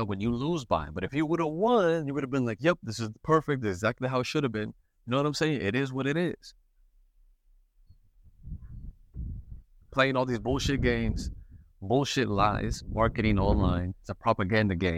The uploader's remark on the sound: An old school type podcast episode outside, enjoying nature, and as the wind blows so does the cigar smoke.